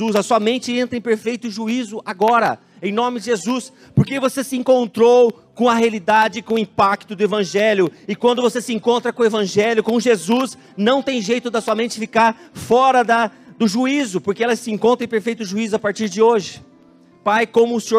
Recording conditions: large echoing room